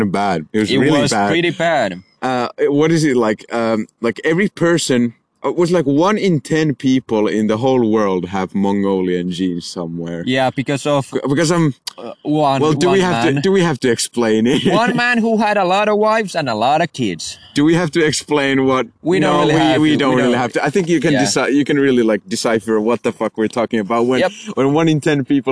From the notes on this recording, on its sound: In this episode we are outside on a friday night rambling as always.